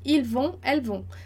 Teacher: Ils vont, elles vont. Não vai pronunciar, então não pronuncia o T